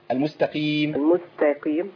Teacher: لا ما تشغلش بالك بالتاء والقاف. القاف هنا ضعيفه لانها مكسوره نزلت تحت خالص في ادنى مراتب التضخيم